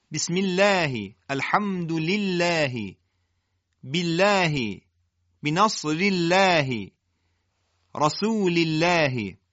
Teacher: حالا که قبل از لام کسر وجود داره لام الله ترقیق میشه